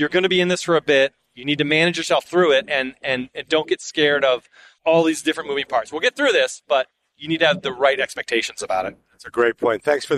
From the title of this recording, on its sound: Live from Future Proof